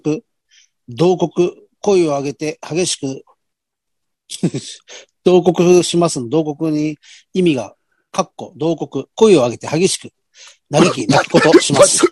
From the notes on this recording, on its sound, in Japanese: ZOOMより配信